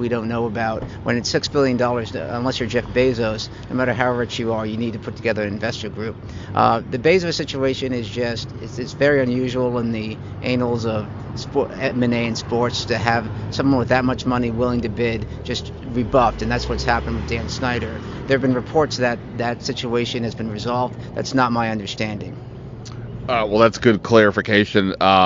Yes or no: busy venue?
yes